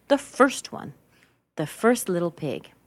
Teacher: Okay, and then we've emphasized the word first.